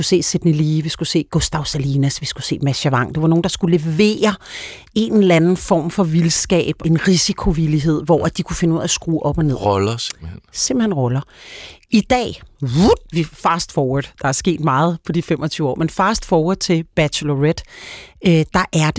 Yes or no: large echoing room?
no